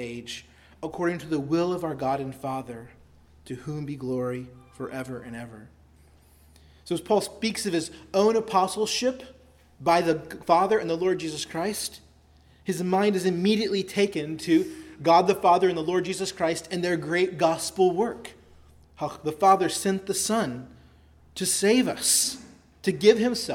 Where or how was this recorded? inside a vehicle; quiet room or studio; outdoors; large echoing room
large echoing room